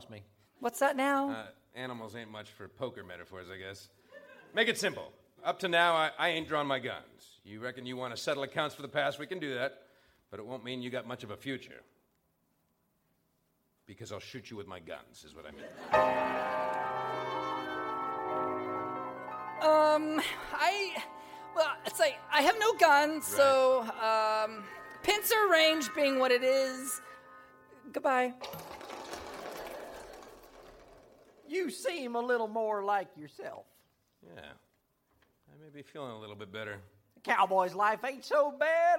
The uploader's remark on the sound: Recorded Live 2/5/2011 at Largo, Los Angeles.